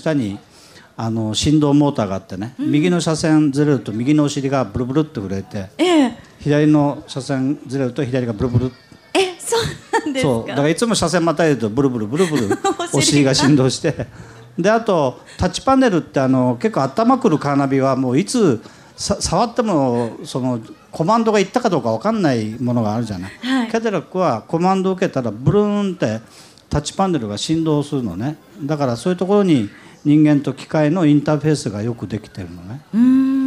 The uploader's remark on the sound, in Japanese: 今週は「ル・ボランカーズミート2014」で行われた公開録音の模様をお届けします！